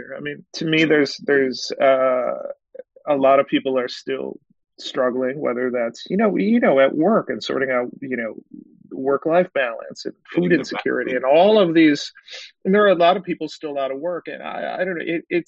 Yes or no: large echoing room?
no